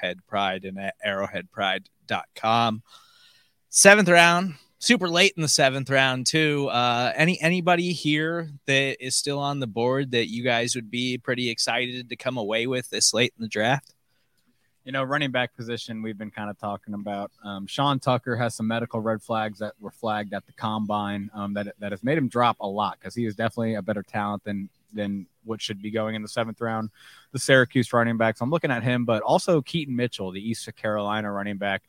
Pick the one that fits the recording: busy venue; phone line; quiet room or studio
busy venue